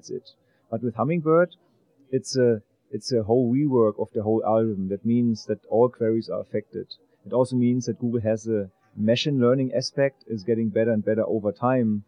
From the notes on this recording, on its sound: In this podcast recorded at Pubcon Las Vegas 2014.